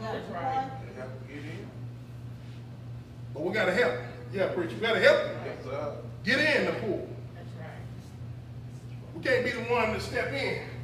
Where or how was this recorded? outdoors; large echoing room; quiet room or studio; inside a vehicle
large echoing room